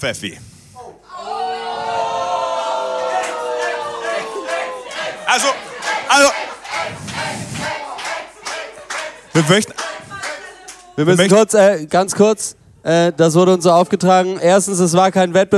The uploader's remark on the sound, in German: Live in Berlin! Da isser endlich der Mitschnitt unseres ersten Live-Podcasts.